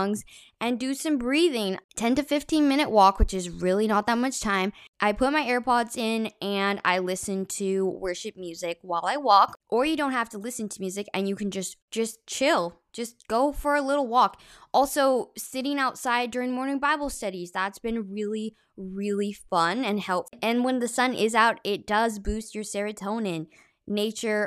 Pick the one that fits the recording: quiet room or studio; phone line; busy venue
quiet room or studio